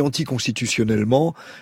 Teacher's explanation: Si je dis anticonstitutionnellement, il y a aucune syllabe sur laquelle j'insiste. · Term: accent tonique